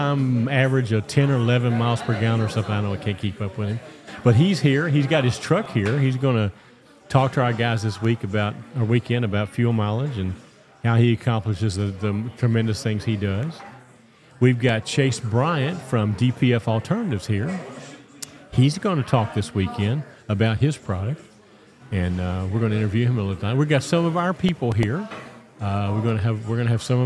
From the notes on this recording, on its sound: It's time again for the RESET YOUR MINDSET LIVE EVENT for 2023. We're live at the Wingate in Hurricane for the reception before the event begins.